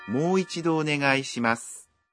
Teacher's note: Khi nói mô thì nguyên âm ô được phát âm dài ra một nhịp.